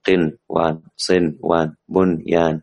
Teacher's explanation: ليس فيها إدغام إنما تظهر، نظهر النون، قنوان صنوان بنيان وهكذا تظهر مطلقا.